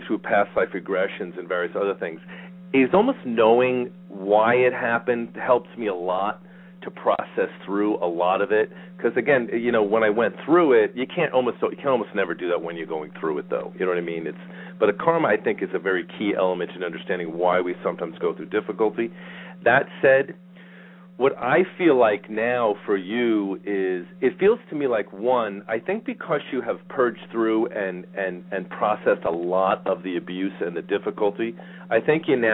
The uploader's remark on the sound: Callers may call in toward the end of the live show with questions or comments. We will also open the phone lines today halfway through the show.